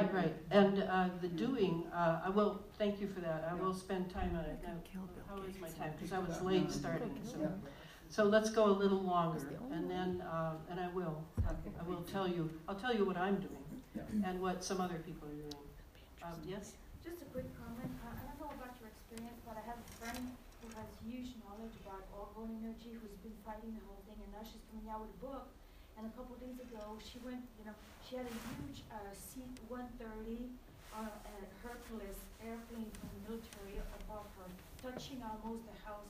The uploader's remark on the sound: This lecture was recorded on February 13, 2020 in Glendale, CA.